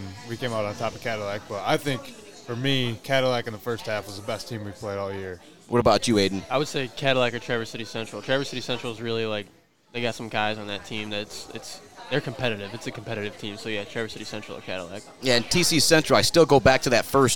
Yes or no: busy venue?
yes